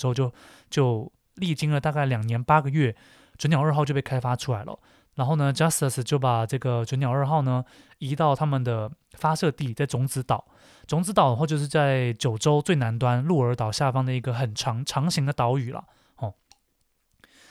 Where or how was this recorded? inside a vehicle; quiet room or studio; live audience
quiet room or studio